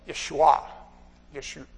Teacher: There's supposed to be a little break, like going, uh-oh. There's that little break between those syllables where the apostrophe is.